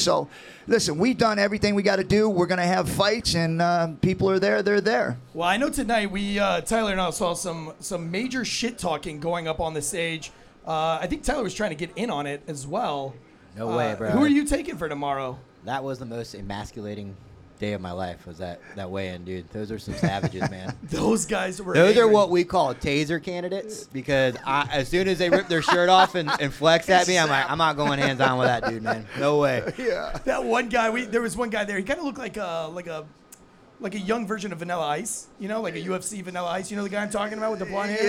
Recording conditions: busy venue